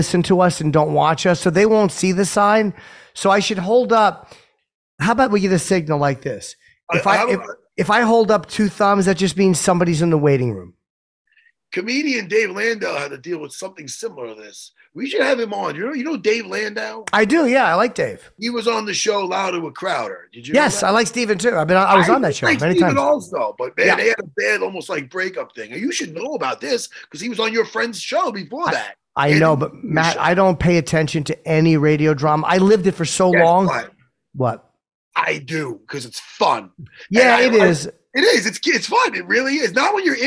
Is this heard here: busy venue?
no